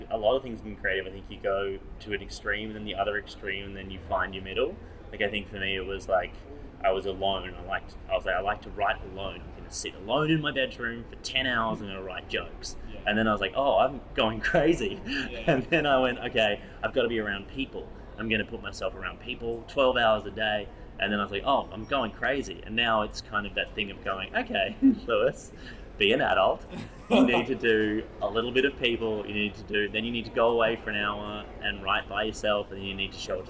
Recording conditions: sounds in the background